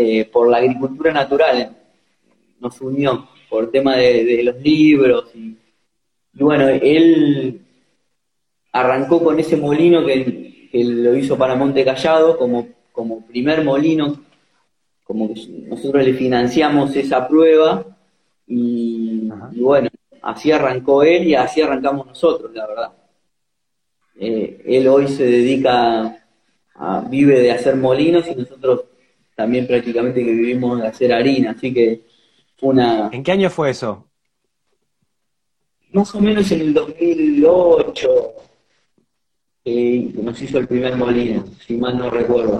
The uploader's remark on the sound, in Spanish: Audio de la charla en vivo por Instagram